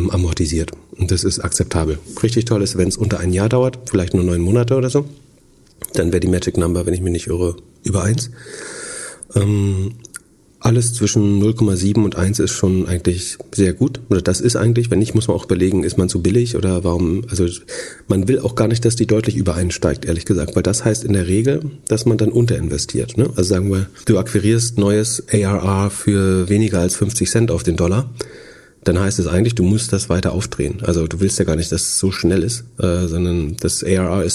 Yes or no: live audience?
no